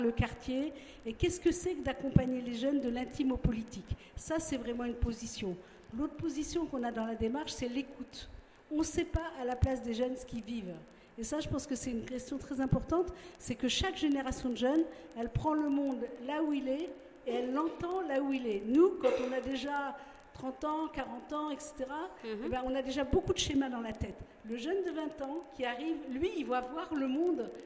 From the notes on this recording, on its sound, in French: Webradio en direct du séminaire en internat à Kani Kéli